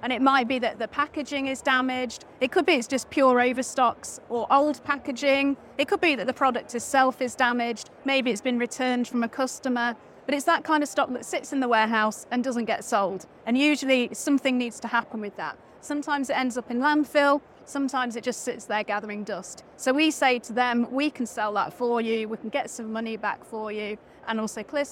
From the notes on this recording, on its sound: This episode of the RETHINK Retail Podcast was recorded live at the Retail Technology Show in London, U.K.